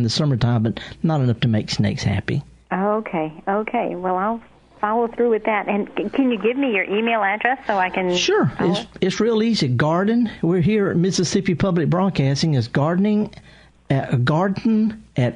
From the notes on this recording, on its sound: live in the studio taking your calls